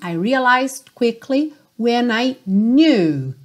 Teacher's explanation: Então, realized, cuidado para não pronunciar o E, não é realized, ok? E você quase não ouve o D, porque ela já está indo para o quickly